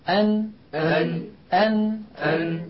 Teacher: المخرج الذي بعده من طرف اللسان فوق مخرج اللام بقليل مخرج حرف النون